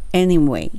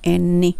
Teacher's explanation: ちょっと鼻声になるの分かります?any。